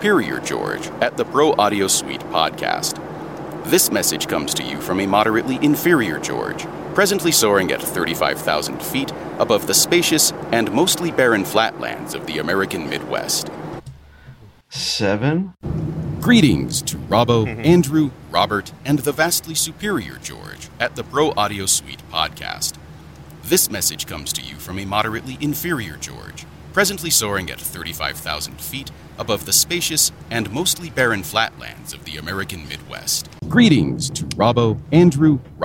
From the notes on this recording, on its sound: Try recording something on a plane and seeing what Clarity could do with it. Recorded some dialogue on a flight across the Mid West of the US.